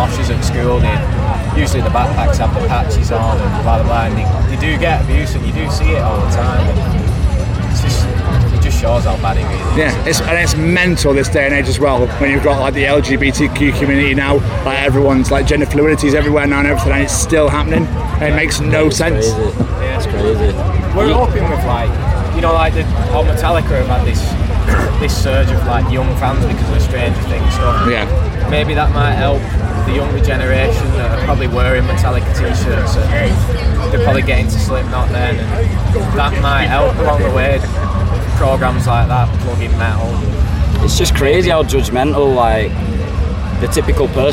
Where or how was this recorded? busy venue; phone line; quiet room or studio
busy venue